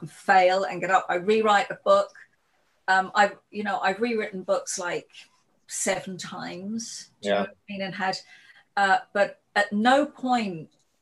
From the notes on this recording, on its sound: joined us for a Zoom workshop